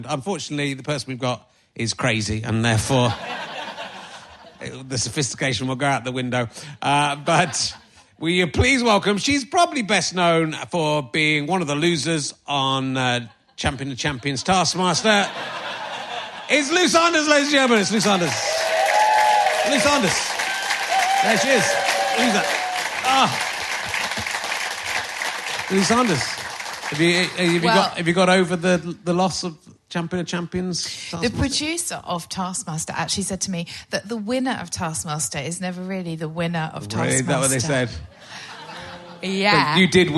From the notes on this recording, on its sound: It’s another live Book Club, this time recorded at the Leicester Square Theatre.